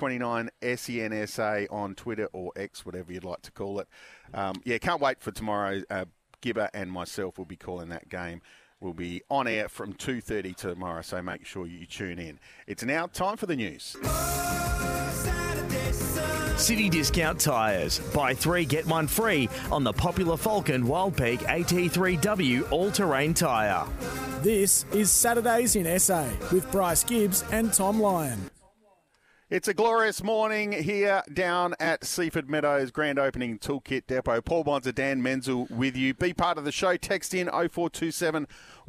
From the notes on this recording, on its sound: live from Tool Kit Depot's opening in Seaford